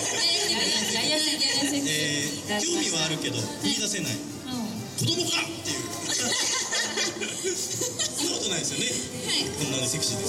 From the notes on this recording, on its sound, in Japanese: 公開収録編！西武船橋タワーミニとのコラボイベントにて収録。